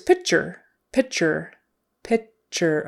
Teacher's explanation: that T in the middle is going to sound like a CH. And URE is going to sound like ER.